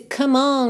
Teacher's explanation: Come, C-O-M-E. A gente não pronuncia esse E, então já pode juntar do M direto no on.